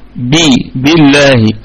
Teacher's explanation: بالله، بالله الباء حرف جر، الباء هنا حرف جر، ولام لفظ الجلالة مرققة لأنها مسبوقة بحرف الجر باء، حرف الباء والكسرة، الباء دي مكسورة، بي بالله، فيبقى عندنا لام لفظ الجلالة مرققة.